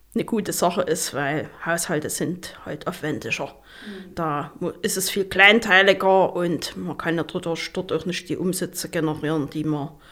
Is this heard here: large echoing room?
no